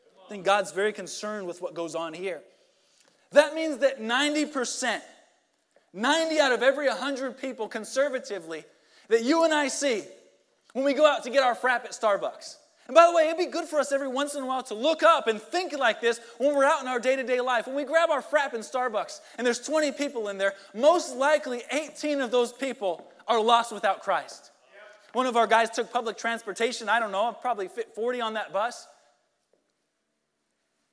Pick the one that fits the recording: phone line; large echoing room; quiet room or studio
large echoing room